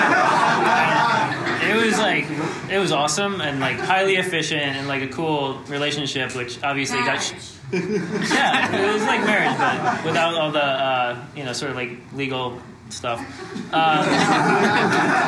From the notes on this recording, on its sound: Our first-ever SF live show. In front of a packed house. Note: the audio quality is a little rough due to some A/V issues at the live show.